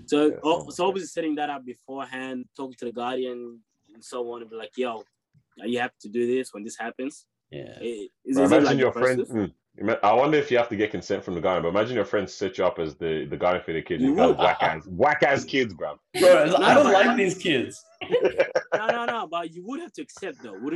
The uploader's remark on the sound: Hopefully closer to the last of the zoom episodes